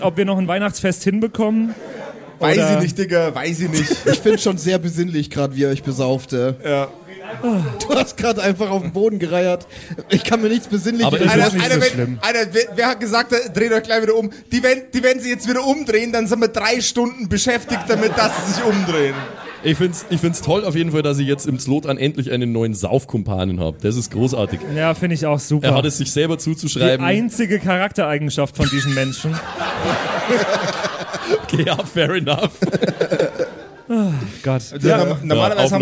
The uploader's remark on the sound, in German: Die Geschichte, die du hörst, ist live improvisiert. Live vor Publikum im afterwork in Nürnberg aufgezeichnet!